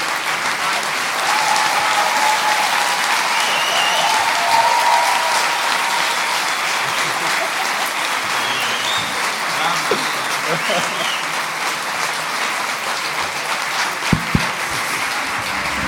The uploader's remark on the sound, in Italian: Ultima puntata di Cachemire Podcast, registrata dal vivo al Monk di Roma.